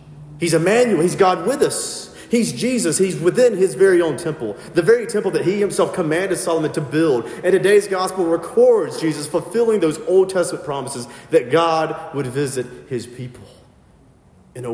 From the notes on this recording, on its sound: filled in at a local sister parish and preached